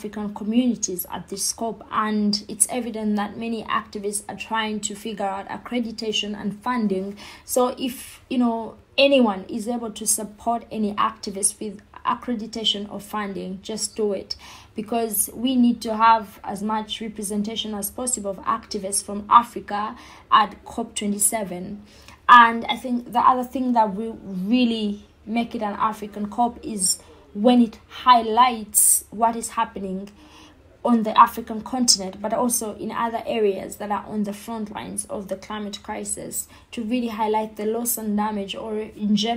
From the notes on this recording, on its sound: There is also a bit of background noise that could be cleaned out during post production.